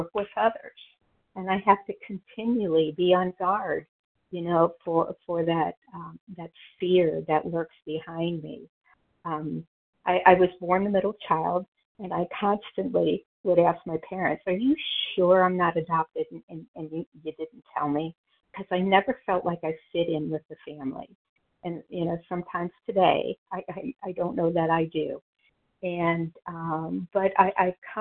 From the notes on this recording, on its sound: from the 100 Pounders Phone Meeting, 8/14/23